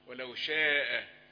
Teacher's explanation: شاء بتمد كم حركة؟ ده مد متصل لا يجوز قصره، يبقى أربعة على الأقل